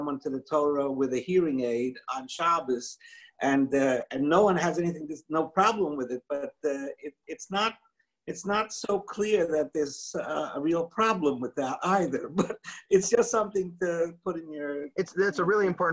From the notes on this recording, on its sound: This audio was originally captured from Zoom